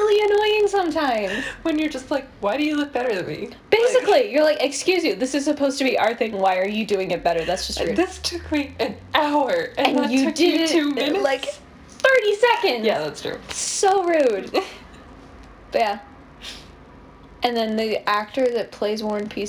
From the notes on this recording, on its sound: We are still having technical difficulties but I think it’s better than last time.